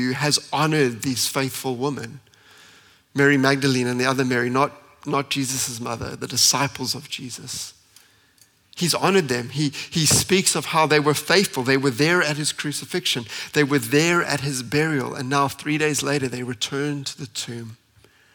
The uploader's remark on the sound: at Common Ground Church Rondebosch on the 9th of April 2023.